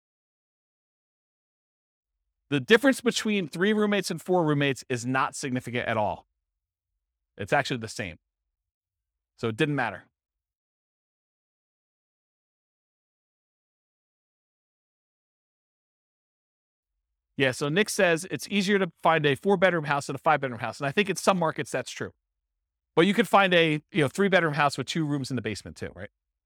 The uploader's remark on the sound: This was a live class recorded